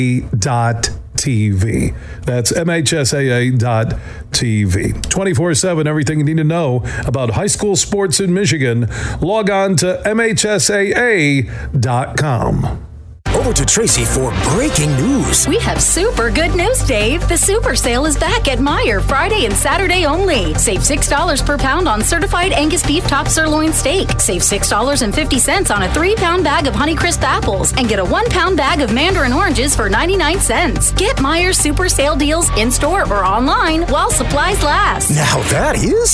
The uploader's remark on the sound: Headlines, live from the Toledo Golf Show at Sylvania Tam-O-Shanter.